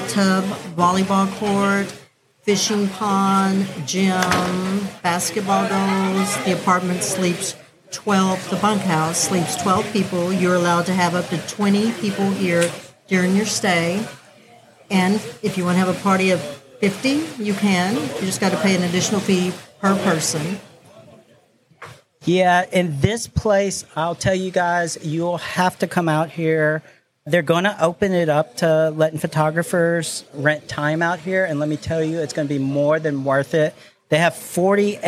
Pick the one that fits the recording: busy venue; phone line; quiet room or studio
busy venue